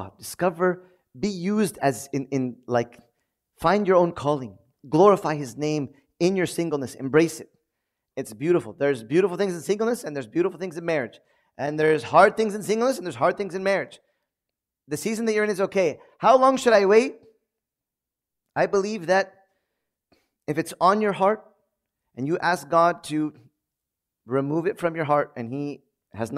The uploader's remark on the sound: Hosting a Q&A session with the congregation in relation to marriage.